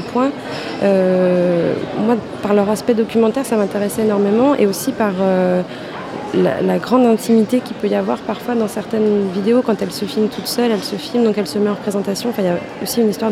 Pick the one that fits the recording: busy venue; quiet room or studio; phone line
busy venue